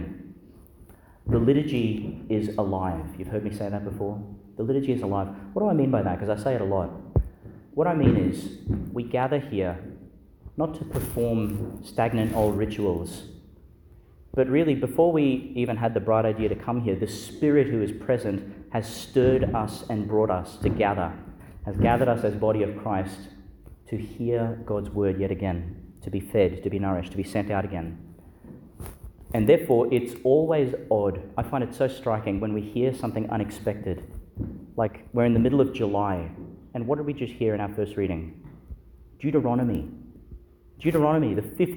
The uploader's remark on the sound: Homily for the Fifteenth Sunday in Ordinary Time, delivered in Our Lady Star of the Sea Church, Gladstone, Qld.